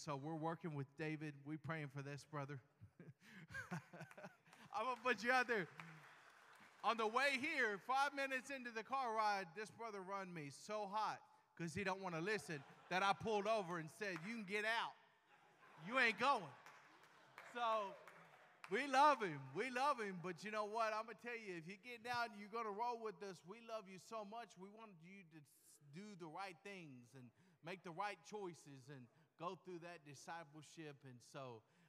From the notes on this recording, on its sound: LIVE PRISON SERVICE FROM THE WYNNE UNIT. WITH 300 MEN HEARING THE GOSPEL.